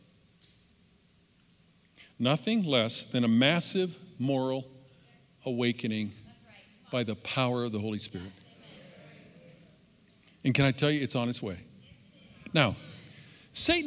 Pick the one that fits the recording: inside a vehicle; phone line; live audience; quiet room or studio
live audience